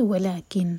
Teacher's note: اگر یہاں ہم رک رہے ہیں تو ہم پڑھیں گے ولیکن، نون کو سکون دیں گے، کنٹینیو کریں گے تو کیونکہ آگے یا ہے تو ہم ادغام کریں گے غنہ کے ساتھ.